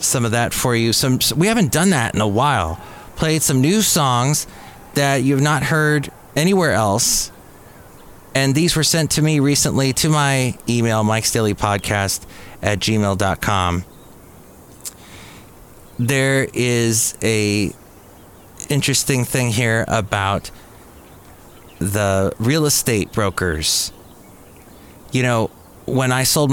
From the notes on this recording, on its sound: Podcasts live from Café Anyway.